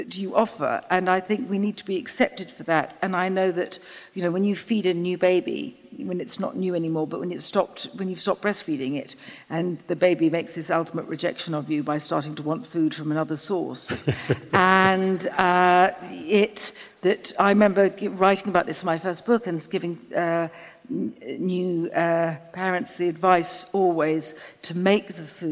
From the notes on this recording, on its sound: In front of a live audience, for an event by our friends at The School of Life.